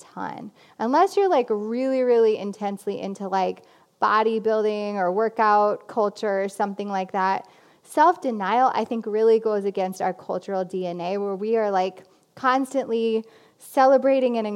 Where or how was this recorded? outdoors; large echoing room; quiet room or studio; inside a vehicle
large echoing room